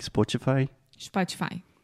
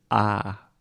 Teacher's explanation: the first vowel sound is ah, spa. · Shown in: second take · Just like I'm going to the spa to get a massage.